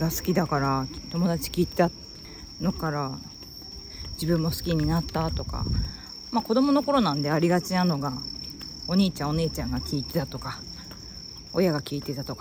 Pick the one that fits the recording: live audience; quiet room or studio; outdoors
outdoors